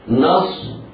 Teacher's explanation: الصاد ساكنة مفخمة، الباء مكسورة مرققة، بعدها راء.